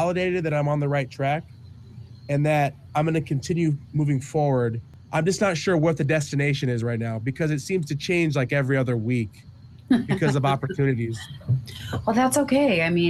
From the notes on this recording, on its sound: almost been struck by a train at some point during this recording